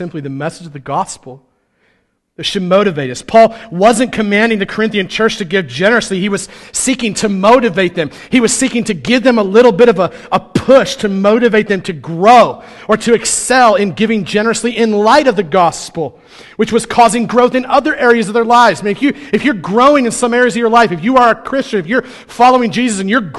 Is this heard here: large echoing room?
yes